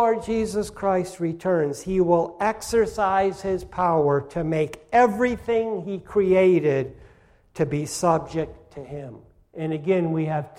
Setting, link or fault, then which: setting, large echoing room